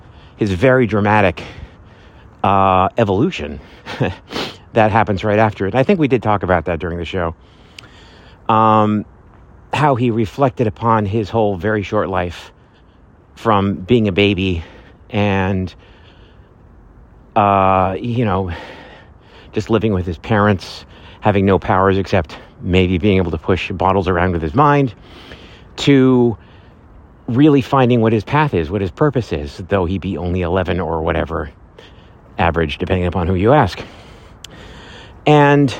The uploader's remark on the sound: Live from Central Park!